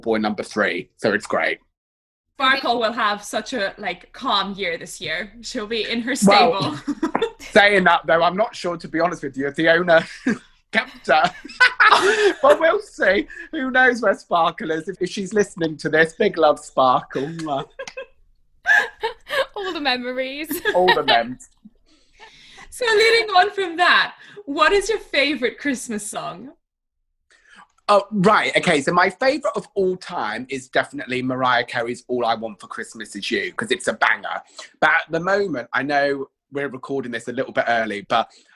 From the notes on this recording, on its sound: This episode was recorded remotely over Zoom. This series was recorded remotely over Zoom during the second lockdown.